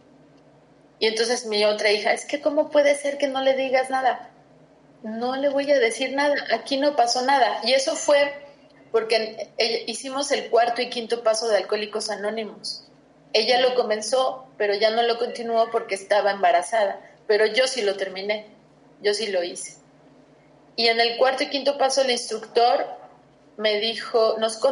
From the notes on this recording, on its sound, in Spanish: Hicimos este podcast por video llamada, por eso el sonido no es claro. Ella está en Suiza.